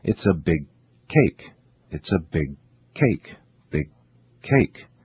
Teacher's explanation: Notice how the first sound, g, is not released.